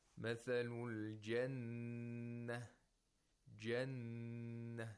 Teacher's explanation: we hold the noon, and we at the same time we make a nasal sound because noon is a nasal consonant. So you have to hold it for two vowel counts. · Term: ghunna